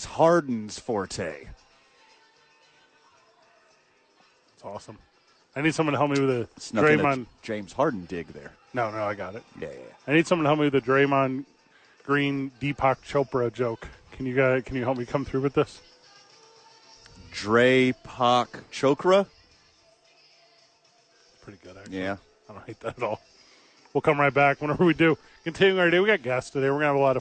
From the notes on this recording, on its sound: live from ABQ AXE!